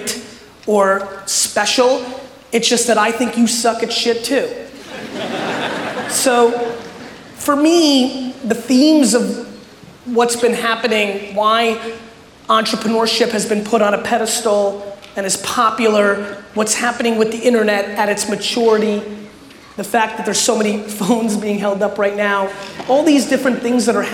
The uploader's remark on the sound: A Keynote: Haste And Hustle Toronto 2018